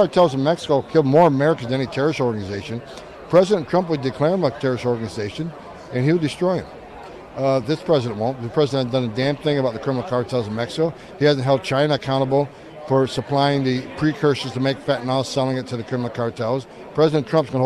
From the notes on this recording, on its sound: Does his show live at CPAC.